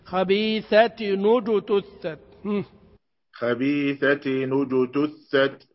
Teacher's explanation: التاء هذه مكسورة كما هي لا تضم، وإنما الذي يضم الساكن ما هو؟ نون التنوين